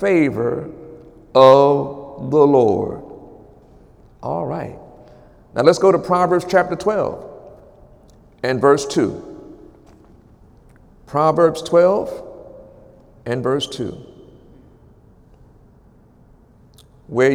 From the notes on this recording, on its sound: During Wednesday night service